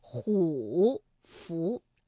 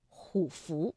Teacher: 个符是一个二声字，那么前字虎啊就不能再读214了，而要读21 · Shown in: second take